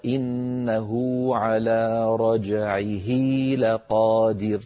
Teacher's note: أشبعنا ضمة الهاء في إنه حتى تولد منها واو لفظية تنطق ولا تكتب في الخط · Term: مد الصلة